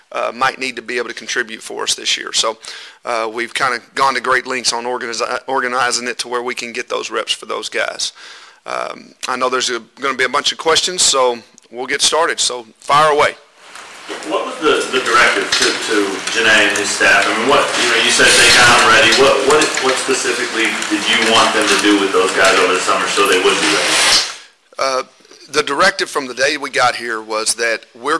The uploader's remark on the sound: Q&A from KU football media day (Press Conferences & Post-Game Interviews).